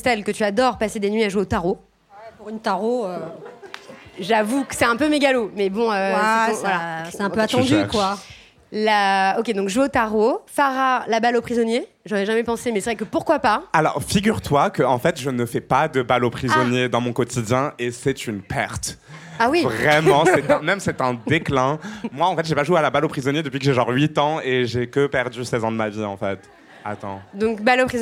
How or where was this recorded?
live audience